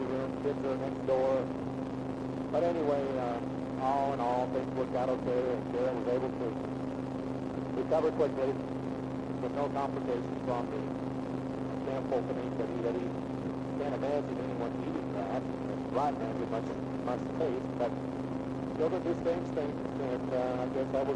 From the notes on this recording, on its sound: Driving Home from Work. Poor Audio Quality.